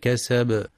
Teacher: ينتبه القارئ لقلقلة الباء في كلمة وتب كسب لهب